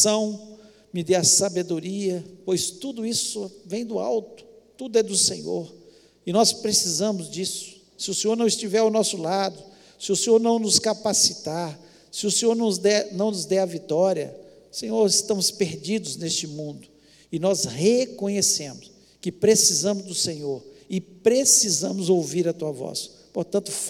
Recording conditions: large echoing room